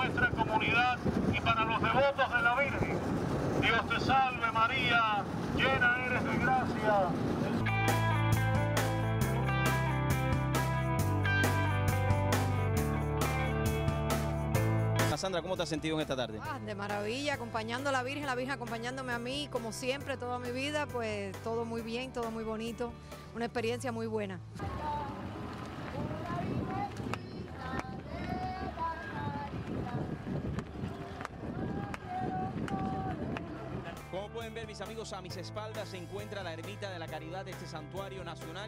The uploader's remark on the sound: ON THE STREET. PROCESION MARITIMA VIRGEN DE LA CARIDAD DEL COBRE MIAMI.